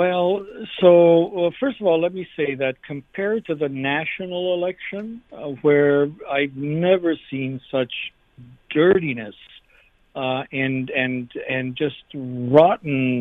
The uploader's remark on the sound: We opened up the phone lines to get your take!